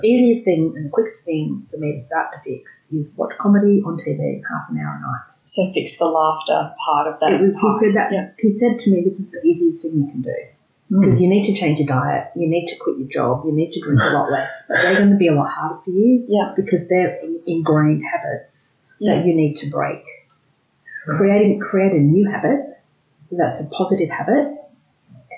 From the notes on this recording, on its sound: For whatever reason, the audio quality in this episode is varied and lower than we generally achieve. We fixed it as much as possible afterwards.